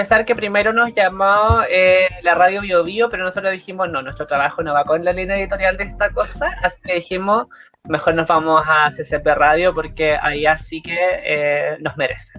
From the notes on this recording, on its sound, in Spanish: Y na po, es como estar en mi dormitorio porque ESO ES AÚN. Los audios se siguen cortando a ratos, la interferencia a veces, el colapso del Internet, TODO SIGUE IGUAL EN LA PANDEMIA.